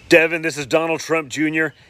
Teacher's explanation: it's all the coke that he's doing that he has that nasal sound